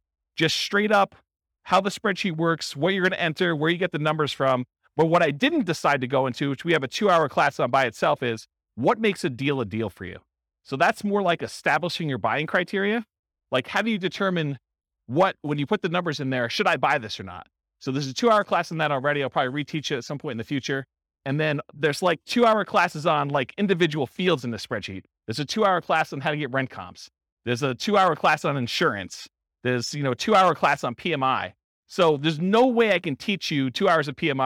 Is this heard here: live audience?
yes